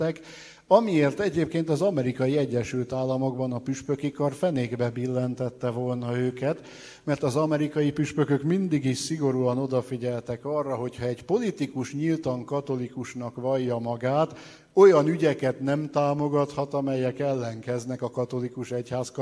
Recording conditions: live audience